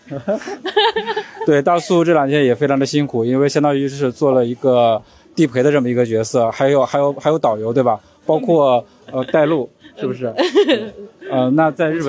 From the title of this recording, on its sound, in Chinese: 我们在现场！